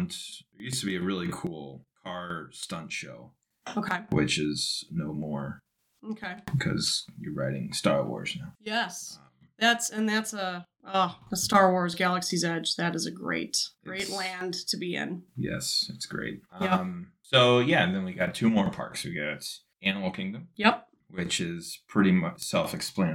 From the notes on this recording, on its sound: During this episode we encountered some software issues with our microphone software. The audio is going to sound a little jittery with some pops and crackles. I did the best i could to fixing all of that but it didn't come out perfect.